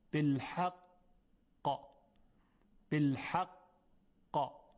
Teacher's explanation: این قاف پرتاب میشه، حالت جهش داره · Term: قلقله